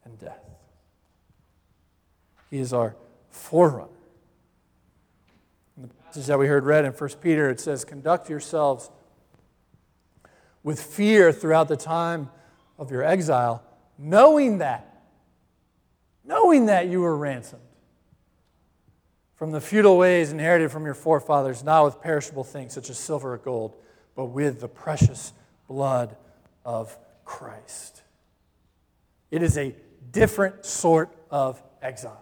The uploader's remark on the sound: Live Stream Worship at Christ Presbyterian Church, New Haven